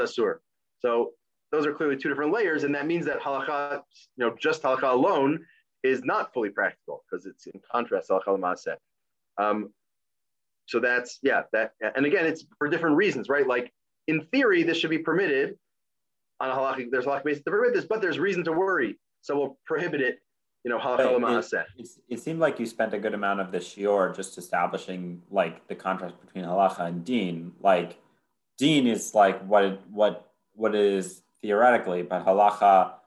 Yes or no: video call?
yes